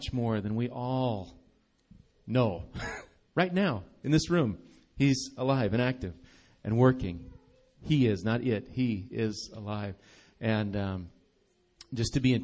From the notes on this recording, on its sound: Recorded live at Bethany Bible Church.